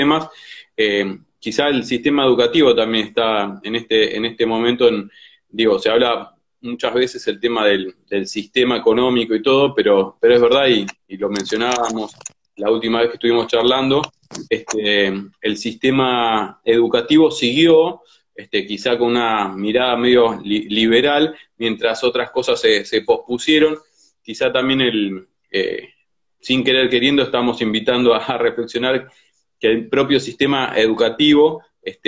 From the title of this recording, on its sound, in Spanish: Entrevistas de cuarentena por Instagram Live